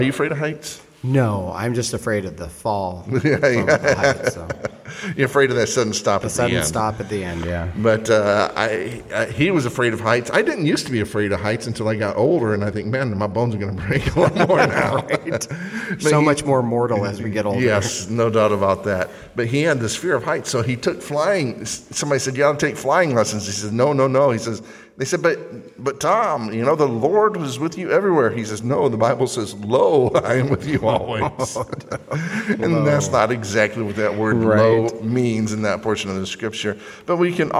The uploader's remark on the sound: Today's episode was recorded live during a Sunday night service at the Fremont Baptist Temple.